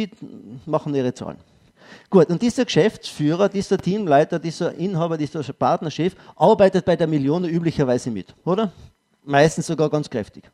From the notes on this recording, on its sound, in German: Ausschnitt aus dem ÖGWT-Vortrag "Wirksame Mitarbeiterführung".